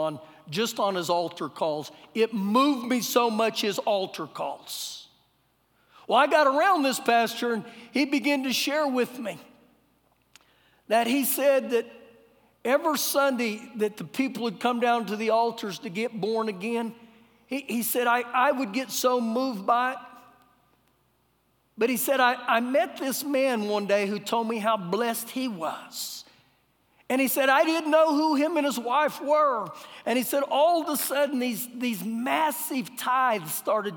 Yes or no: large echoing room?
yes